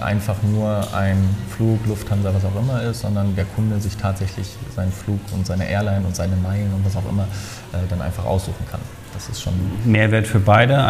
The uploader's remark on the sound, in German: "talks ´n voices" - von den Counterdays live Mallorca 2021.